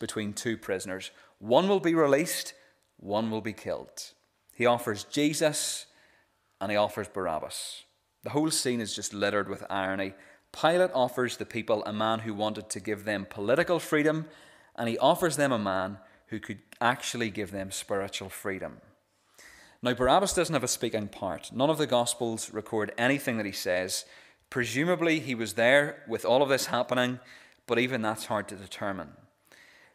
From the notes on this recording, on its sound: This is the recording of the Bible reading and sermon from our evening service on Sunday 26th March 2023.